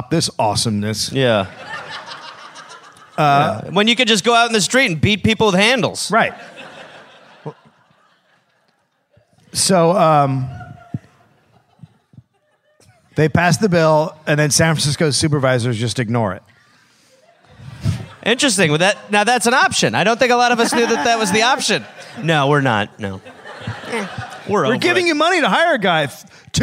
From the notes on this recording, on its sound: (Live in SF). Recorded live at Marines Memorial Theater.